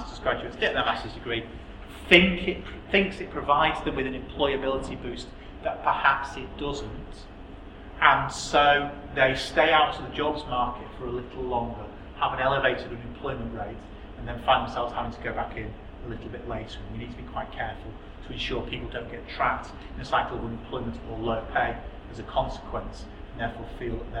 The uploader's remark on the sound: Speaks at SRHE Employability, Enterprise and Work-based Learning Network Event.